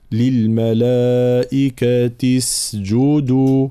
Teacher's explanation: بيان سكون السين وضم الجيم